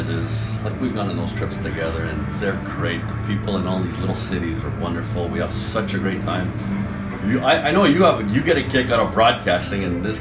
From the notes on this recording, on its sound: Originally produced for the “Bruins Alumni TV” series, this interview was recorded at the recent NHL Alumni Pro-Am outside of Boston.